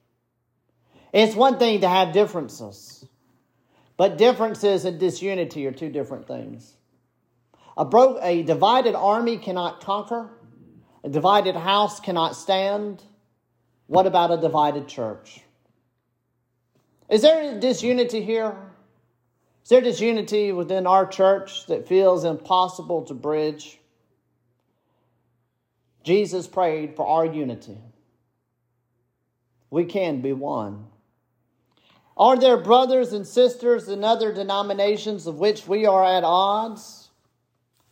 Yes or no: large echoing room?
yes